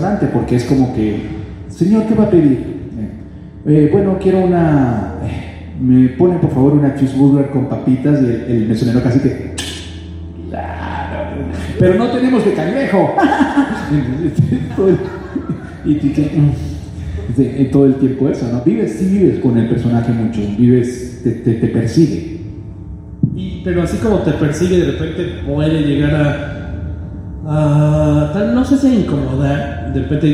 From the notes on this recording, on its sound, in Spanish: El audio de este episodio fue tomado directamente de las bocinas del auditorio donde se realizó esta actividad. Lamentamos que no sea de mejor calidad.